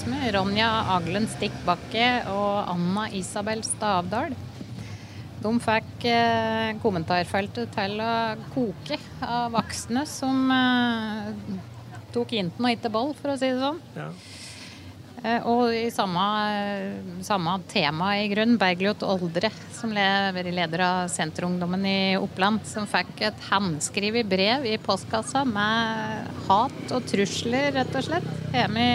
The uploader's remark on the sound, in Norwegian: Denne gang har OA Podden gått Live på Fahlstrøm Bar & Grill i Gjøvik.